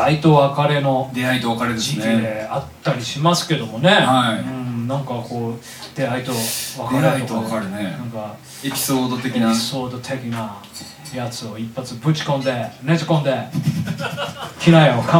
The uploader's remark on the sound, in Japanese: ピアノバーライブ公開収録。ピアノバーイノlive Vol.1 より公開収録の模様をお届け致します。